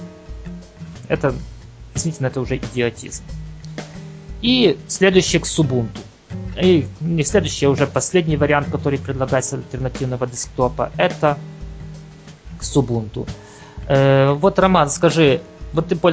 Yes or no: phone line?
no